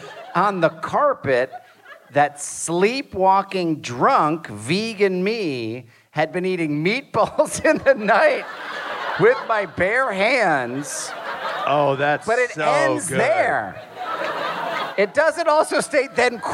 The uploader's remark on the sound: Live from Atlanta. Live podcast in Atlanta!